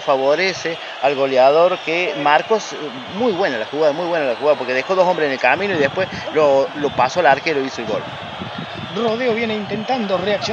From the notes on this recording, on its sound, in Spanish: Desde el Club Atletico Sacachispas, la Radio Comechingones transmitió on line para todo el mundo el primer partido de Futbol Senior desde el techo de las instalaciones del queridisimo club. De esta manera, nace un hito en la historia del futbol de Villa de las Rosas.